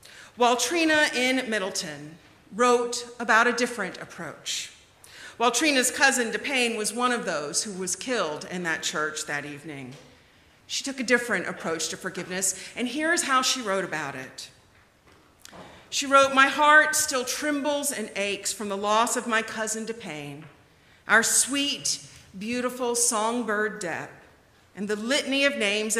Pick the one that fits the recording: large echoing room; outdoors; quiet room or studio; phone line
large echoing room